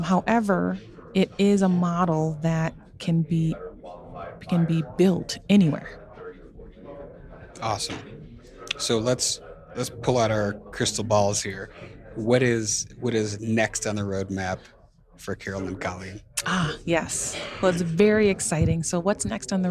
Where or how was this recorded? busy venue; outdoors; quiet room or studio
busy venue